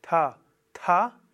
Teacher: Aber es ist dieses Ta, aber ohne das H dahinter, also Ta, Ta. Und dann ist Ta, da ist das H hörbar. · Term: aspiriert